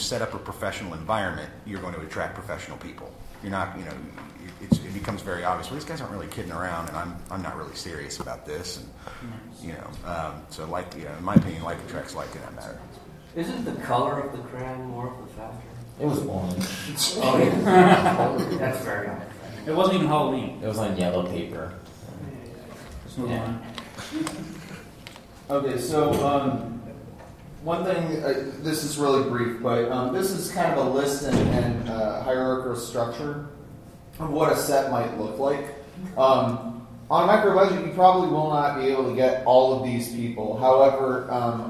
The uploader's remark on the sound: panel from Phoenix ComiCon 2014